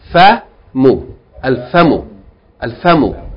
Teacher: a lot of people pronounce this word with a long vowel famu and some people pronounce it with a shadda famu it's neither a long vowel nor is it a shadda